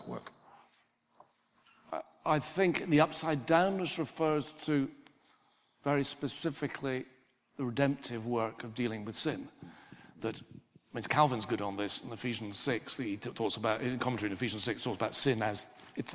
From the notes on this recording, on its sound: Recorded as part of a lecture. At St Mellitus College.